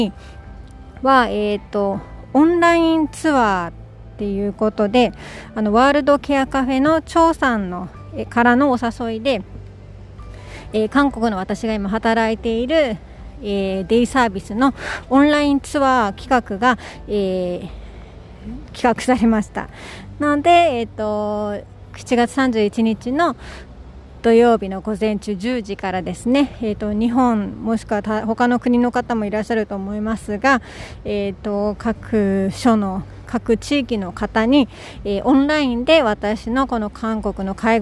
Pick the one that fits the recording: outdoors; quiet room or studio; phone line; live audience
outdoors